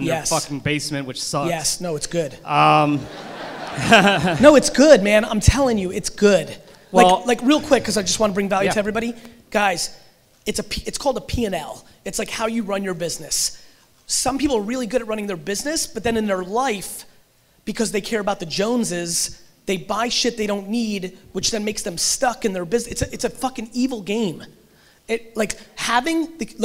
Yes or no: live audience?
yes